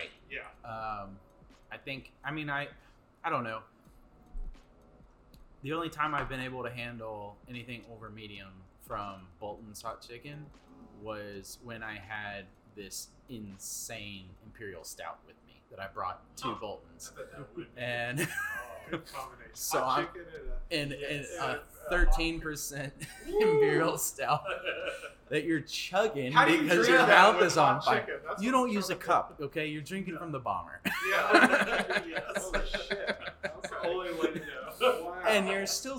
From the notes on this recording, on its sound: Crazy Gnome Brewery Interview - On site! The host's mics failed us and we failed to bring headsets to keep track of audio fupuckery.